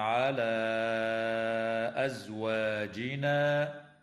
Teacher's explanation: وتمد الألف قبل الهمزة من قوله تعالى على أزواجنا من قبيل المد المنفصل